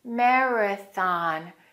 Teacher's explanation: that second A is reduced. It's a schwa sound. Marathon. We're going to open our mouth for the O.